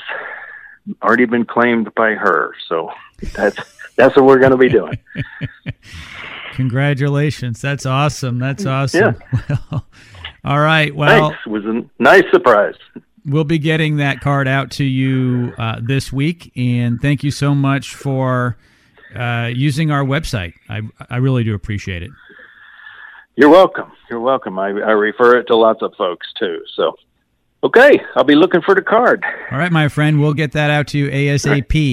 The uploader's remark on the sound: Check A Pro Radio Show. Takes phone calls from listeners.